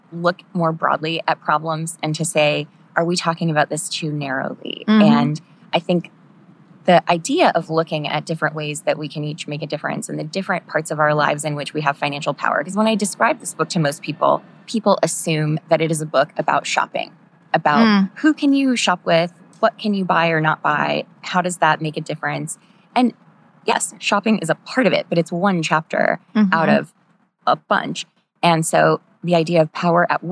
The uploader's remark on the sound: we come to you live from Fincon’s first Women In Money conferences